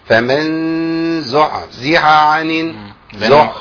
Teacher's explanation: الحاء حرف مهموس ضعيف، لو انا تعاملت معاه بقوه هينقلب الى عين.